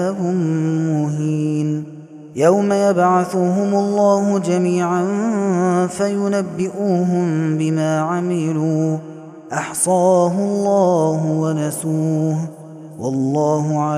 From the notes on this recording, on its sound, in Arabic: هذا التسجيل من صلاة التراويح. Taraweeh Ramadan 2021.